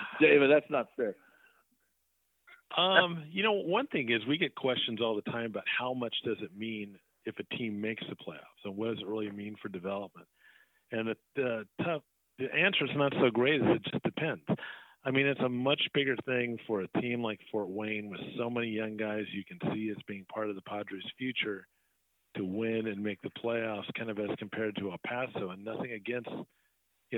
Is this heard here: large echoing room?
no